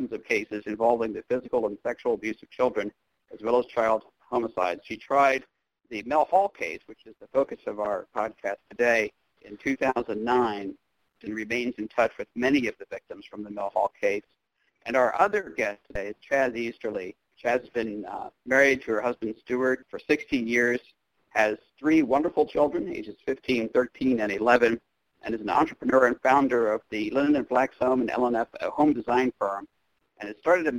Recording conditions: phone line